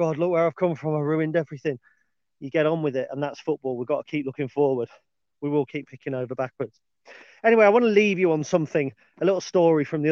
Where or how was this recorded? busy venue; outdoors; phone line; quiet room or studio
outdoors